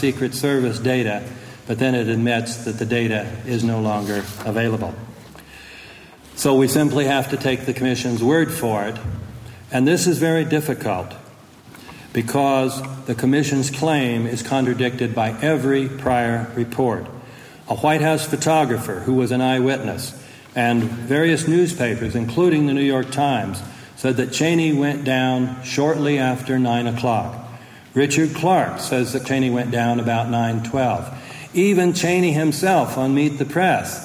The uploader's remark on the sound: From a speech delivered on October 12, 2005 in Montpelier, Vermont